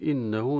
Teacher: إنه نون المشددة غنة بمقدار حركتين، وهاء الكناية التي تنتهي بها الكلمة يأتي بعدها لام، وقبل وما بعد الهاء متحرك، فنشبع الحركة المضمومة في الهاء فيتولد عنها مد، هذا المد يسمى مد صلة صغرى.